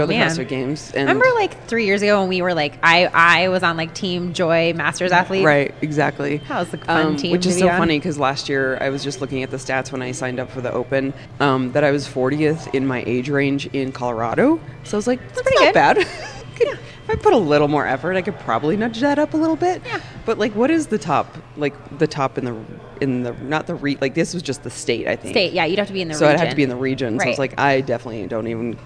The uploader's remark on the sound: we sat down at our favorite breakfast spot in Denver to record a “just us” episode!